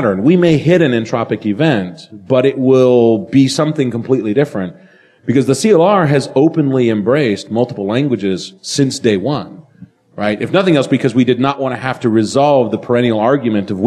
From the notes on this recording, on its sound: at the DevTeach conference in Toronto